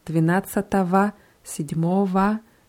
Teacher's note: alle diese Ordnungszahlen haben die Endung O, G, O, die wird aber immer mit W ausgesprochen